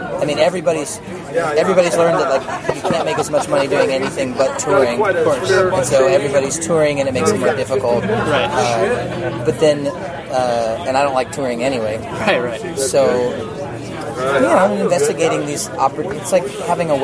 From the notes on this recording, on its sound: At a show he performed here in Southern California so please forgive the background noise that you hear.